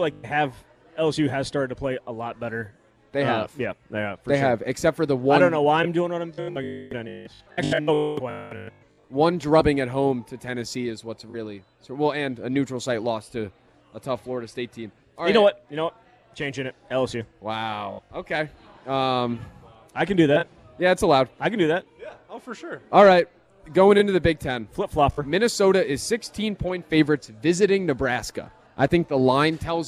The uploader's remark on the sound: live at Monk's in Sun Prairie